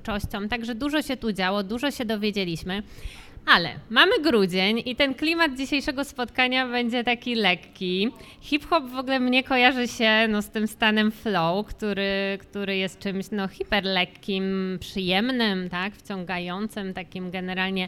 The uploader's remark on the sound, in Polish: W czwartek 15 grudnia w Obiecana Cafe